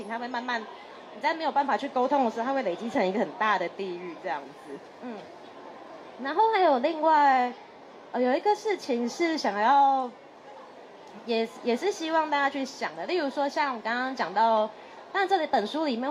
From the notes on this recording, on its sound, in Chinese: 錄製地點：2024台北國際書展讀字公民攤位讀字沙龍。